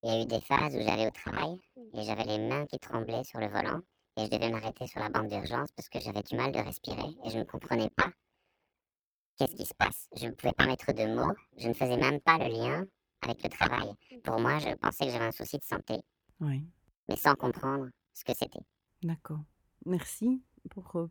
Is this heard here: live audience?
no